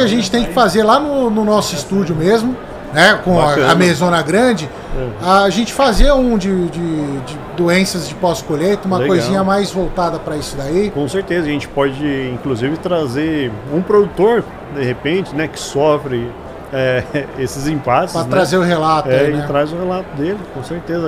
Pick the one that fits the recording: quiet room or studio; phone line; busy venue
busy venue